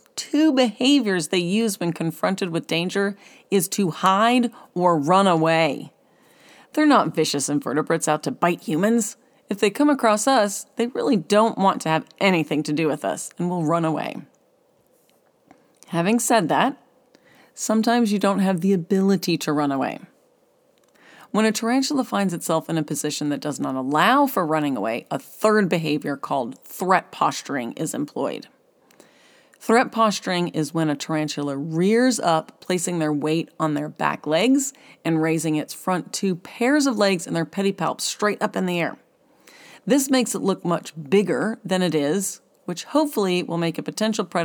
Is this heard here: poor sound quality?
no